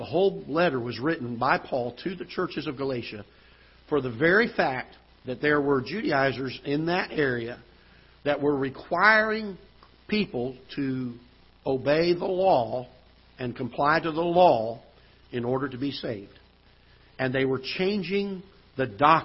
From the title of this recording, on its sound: Ketha Heights Baptist Church ~ Live Broadcast